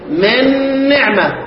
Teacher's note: نون ساكنة بعدها نون متحركة ادغمت فيها، ده ادغام كامل ذهاب الحرف والصفة معا